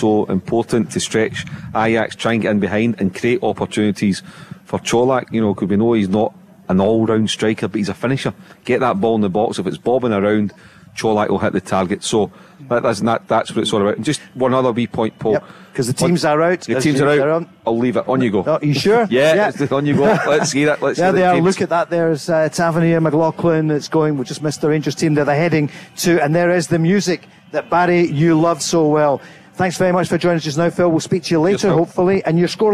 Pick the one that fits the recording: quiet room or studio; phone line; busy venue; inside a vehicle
busy venue